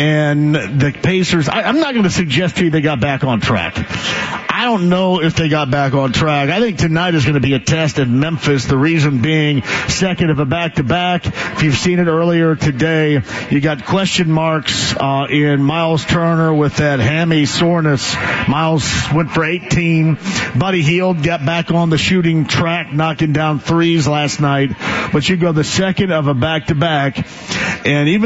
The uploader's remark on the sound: starts from Britton Tavern